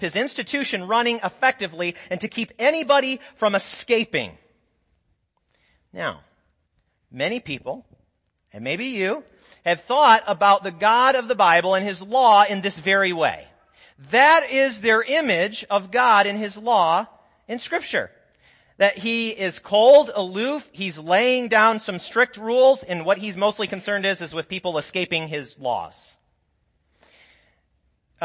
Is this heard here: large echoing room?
yes